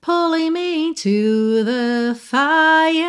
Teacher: Aí você deixa pra enrolar o R de fire bem no finalzinho. Então você pensa como se fosse F-I-E-R, fire.